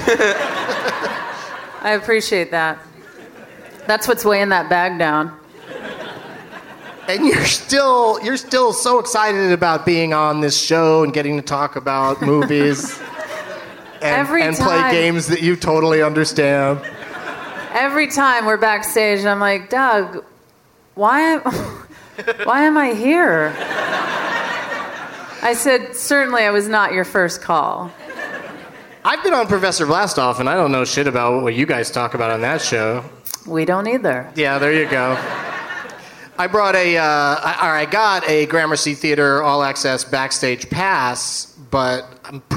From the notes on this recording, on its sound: Live from the Gramercy Theatre in NYC